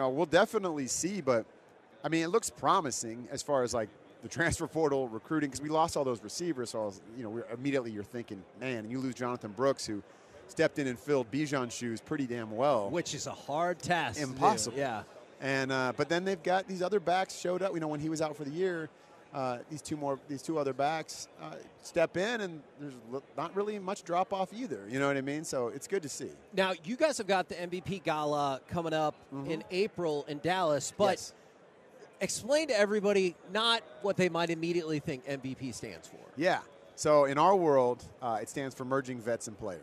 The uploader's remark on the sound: LIVE from Radio Row in Las Vegas!